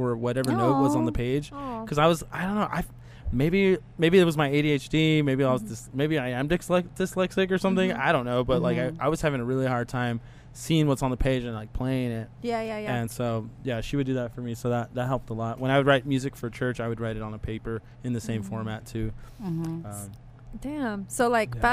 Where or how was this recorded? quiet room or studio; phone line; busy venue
busy venue